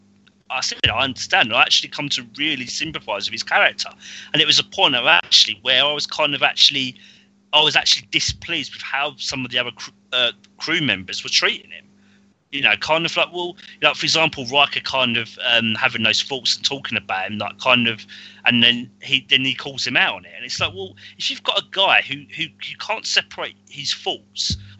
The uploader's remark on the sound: Please note that we had some minor sound difficulties in recording this episode.